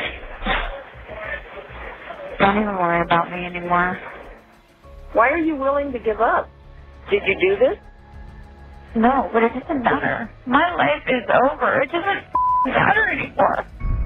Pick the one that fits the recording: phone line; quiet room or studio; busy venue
phone line